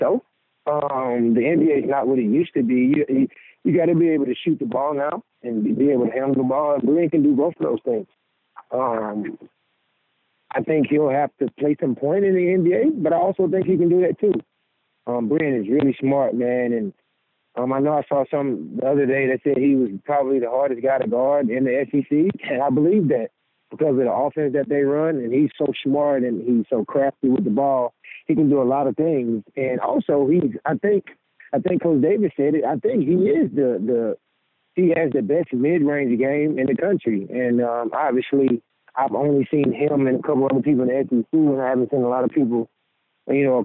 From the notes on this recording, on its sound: joins on the Modern Woodmen phone line